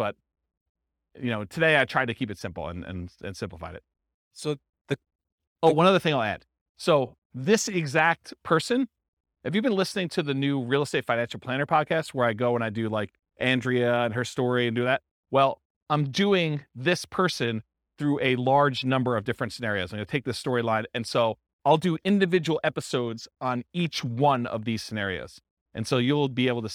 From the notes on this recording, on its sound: This was a live class recorded